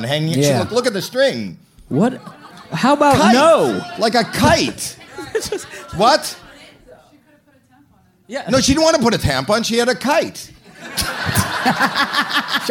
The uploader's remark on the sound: Live at the Just For Laughs Festival. It is the first live recording of the Patdown! Take the stage at the Just for Laughs Festival in Montreal, Canada in front of a live audience.